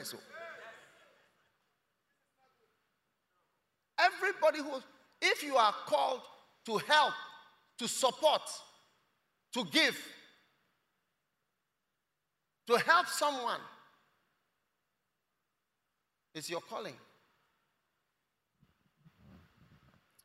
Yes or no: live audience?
yes